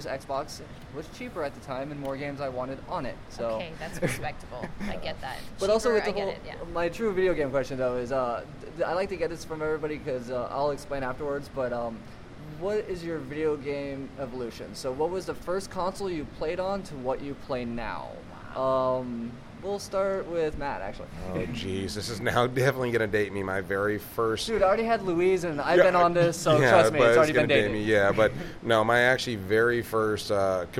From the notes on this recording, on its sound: This was record the last day of Wondercon near the end of the convention. Sorry about the noise, it is hard to find a quiet spot at a convention.